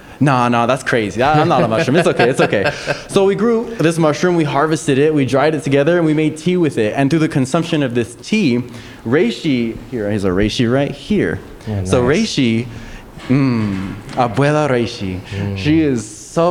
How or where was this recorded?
live audience